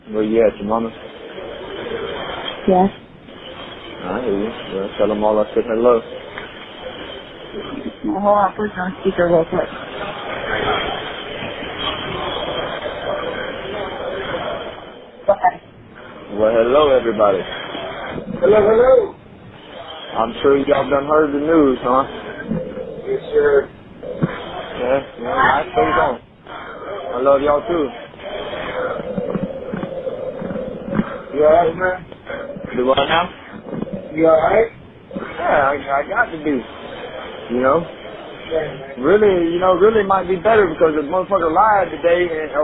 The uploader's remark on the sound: jailhouse phone calls